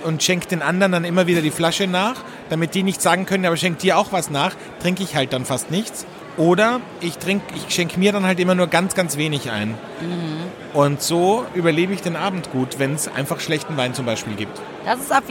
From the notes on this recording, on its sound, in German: Nehmen das erste Mal Live von der größten internationalen Naturweinmesse in Berlin auf.